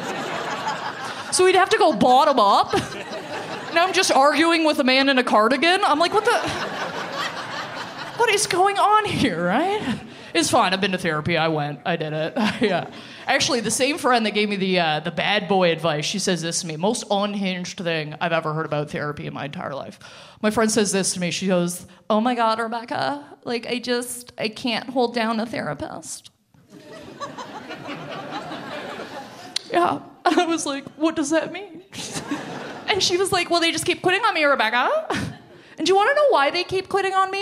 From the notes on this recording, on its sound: From the Big Sound Comedy Festival in Parry Sound